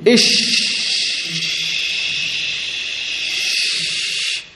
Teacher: التفشي يا إخوان، تعريف التفشي هو كثرة انتشار الهواء بين اللسان والحنك، بين اللسان والحنك، حتى يصطدم بالصفحة الداخلية للأسنان اللي هي هاي داخل الأسنان العليا والسفلى، وذلك عند النطق بالشين.